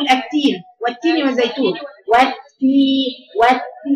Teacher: لكن مثلا انا بقول ايه بقول التين والتين والزيتون والتين والتين فيها تاء فيها نفس شديده بتكلم بقفل الاول المخرج وبعدين بيخرج معايا الهواء · Term: التاء